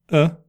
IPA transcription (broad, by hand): ə